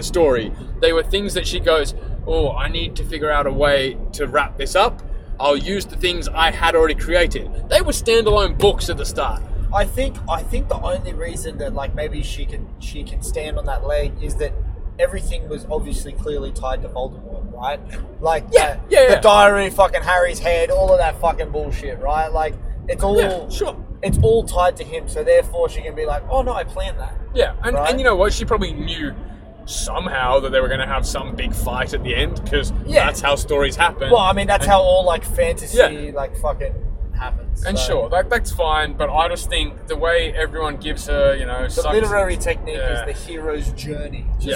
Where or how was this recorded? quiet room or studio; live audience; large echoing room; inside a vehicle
inside a vehicle